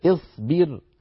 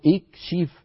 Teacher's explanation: الحرف الثالث وهو الباء مكسور فكسرنا الهمزة عند البدء اصبر. نعم اكشف، ربنا اكشف، لو بدأنا نقول اكشف الشين مكسورة لذلك كسرنا همزة الوصل عند البدء.